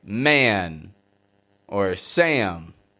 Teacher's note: I want to take it up a notch now and show you what happens when A is transitioning to a nasal sound like N or M. When we have an A sound like ah, and it's followed by N or M, words like man or Sam. Stretch A out to sound like A-N, A-M. · Term: American twang